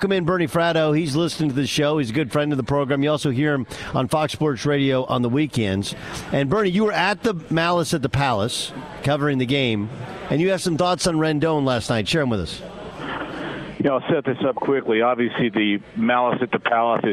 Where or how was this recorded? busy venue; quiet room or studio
busy venue